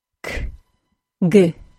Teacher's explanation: There are three details of those sounds that I want you to be aware of, although we're only going to explain two of them today. First, the aspiration. That's the puff of air as the stop is released, is greater for unvoiced sounds than voiced sounds. Second, the aspiration is greatest at the beginning of words and the beginning of stressed syllables.